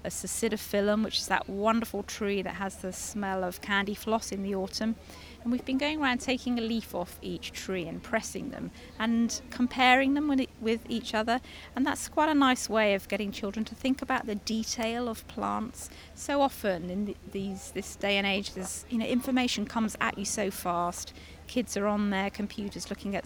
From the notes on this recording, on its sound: This week's edition comes from the RHS Hampton Court Palace Flower Show. In the RHS Kitchen Garden.